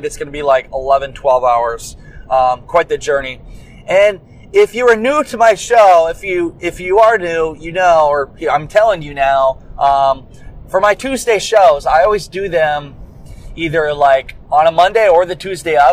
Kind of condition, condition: setting, inside a vehicle